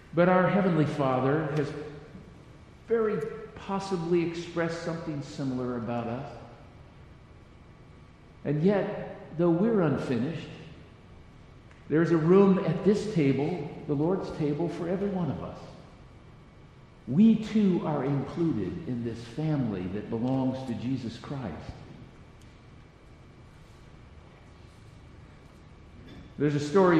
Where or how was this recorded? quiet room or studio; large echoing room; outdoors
large echoing room